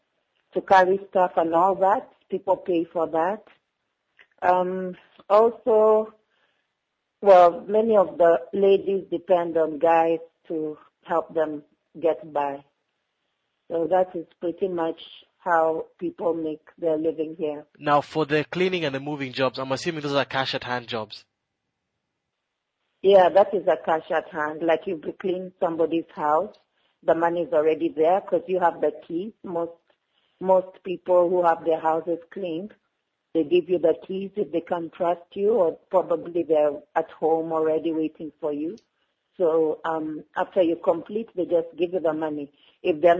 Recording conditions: phone line